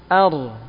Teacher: Antara rokhawah dan syiddah. Jadi suara tidak terlalu tertahan dan juga tidak terlalu mengalir tengah-tengah. Ar. Ada alirannya cuma enggak terlalu panjang. · Term: bainiyah